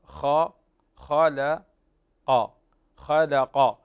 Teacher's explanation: الخاء من حروف التفخيم والتي تفخم بصفة دائمة، هنا تفخيم من الدرجة الثانية